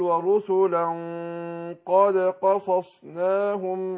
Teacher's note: يبقى القلقلة قريبة الفتح